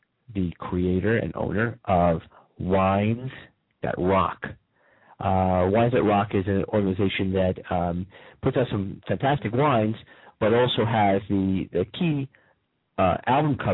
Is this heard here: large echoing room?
no